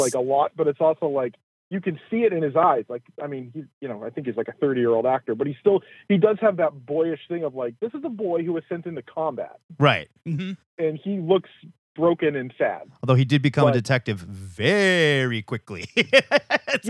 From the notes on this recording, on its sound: The weekly, comic book call-in show.